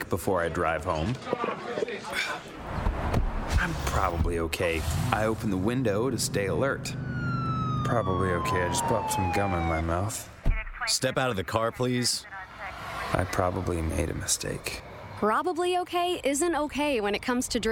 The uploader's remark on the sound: live at The Cooler